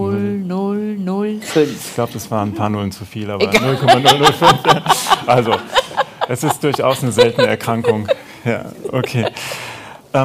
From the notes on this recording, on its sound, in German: Live vor Publikum auf dem Treffen der Interessengemeinschaft Hämophiler e.V. In Frankfurt am Main.